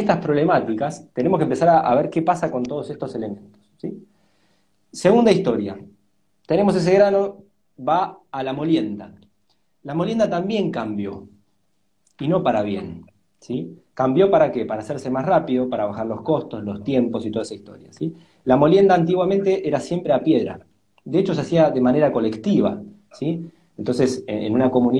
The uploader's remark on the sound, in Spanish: Audio de la charla en vivo por Instagram